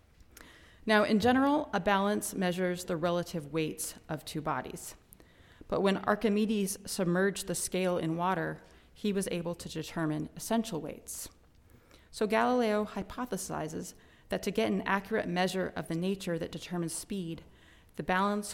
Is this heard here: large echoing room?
yes